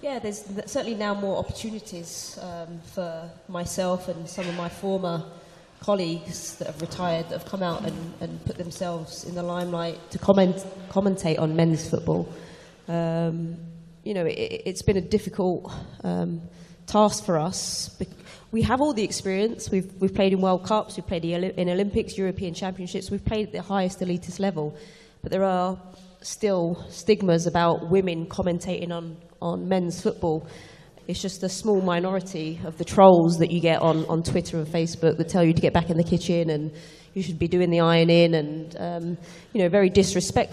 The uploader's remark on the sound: Live From London. Heads to Bloomberg’s UK Equality Summit for our first ever live taping.